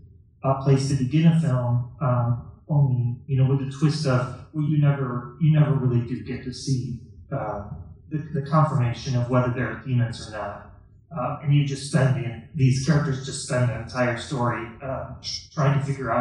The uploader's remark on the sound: Recorded live at the Little Theatre in Rochester, NY. The sound quality is not perfect.